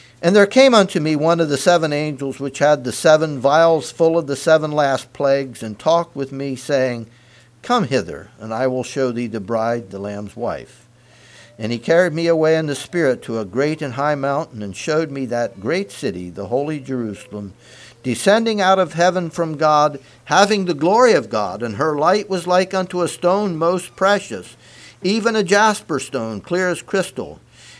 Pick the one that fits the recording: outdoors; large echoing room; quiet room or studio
large echoing room